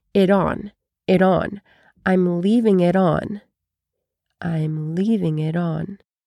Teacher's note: the T in it connects to the O in on.